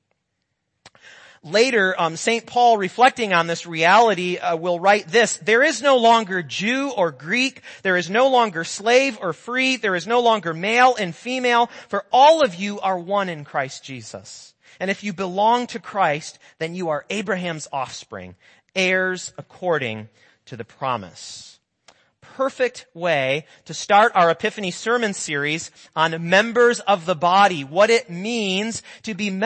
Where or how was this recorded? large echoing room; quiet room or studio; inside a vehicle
large echoing room